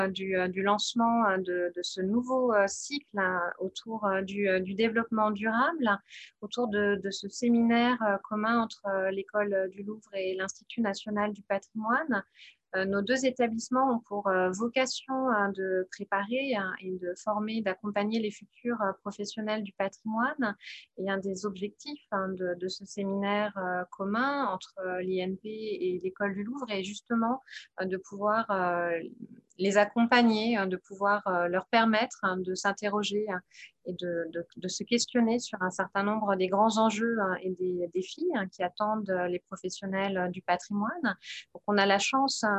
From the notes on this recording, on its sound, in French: Séance enregistrée le 23 septembre 2021 sur Zoom.